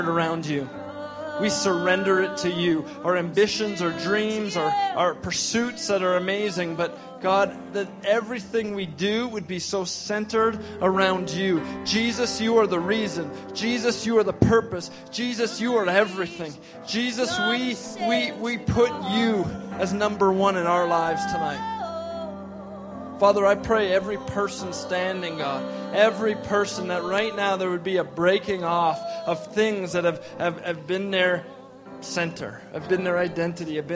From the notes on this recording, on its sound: we gathered at Victory Church on the Rock in Edmonton, AB for our first Resurgence gathering of the fall!